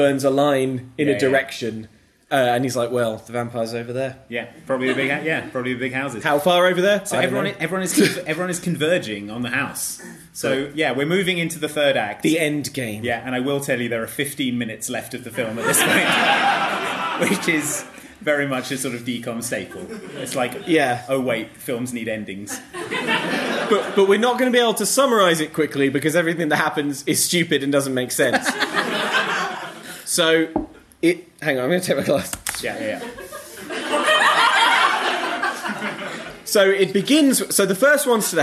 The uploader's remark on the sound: Thanks also to Loading Bar for hosting us for this live episode of Mom Can't Cook! We're back with a live episode. Thanks also to Loading Bar for hosting us for this live episode of Mom Can't Cook!